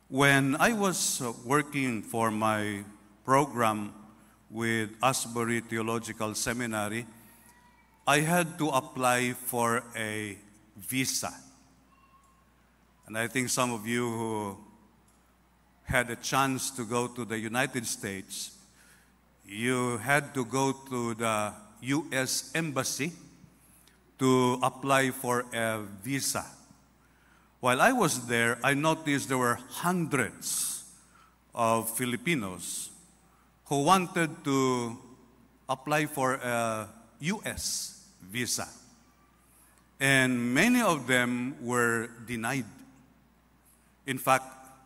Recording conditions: large echoing room